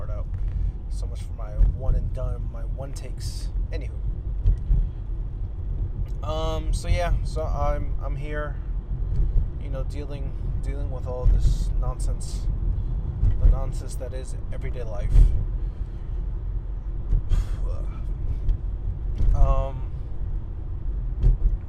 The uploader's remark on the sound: Car Edition! In my car.